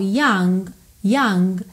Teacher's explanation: Quando eu falo young, young, eu posso ter um g, g bem levinho, eu posso ter um k, k bem levinho, ok? Mas aqui eu tenho uma vogal depois dele, então eu aproveito esse G para ligar as palavras.